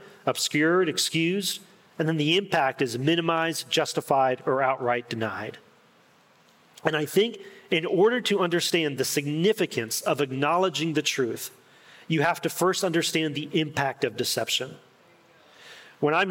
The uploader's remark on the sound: In this insightful and pastoral talk at the Restore Conference.